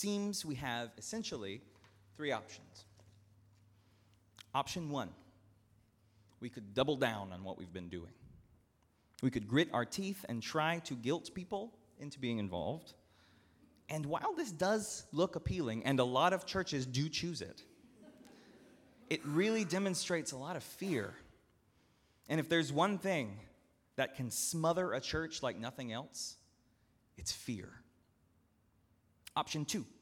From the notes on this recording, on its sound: at Northminster Church on Pentecost Sunday, June 9, 2019